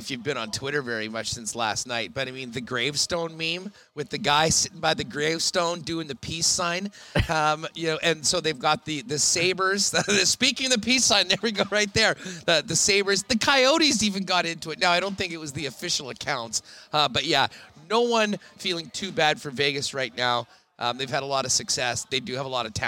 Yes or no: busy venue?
yes